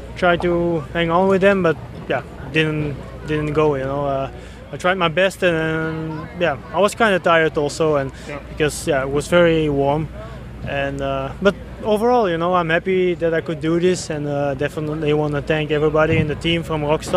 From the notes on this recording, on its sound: Muddy Creek 2013 Post-Race Interviews.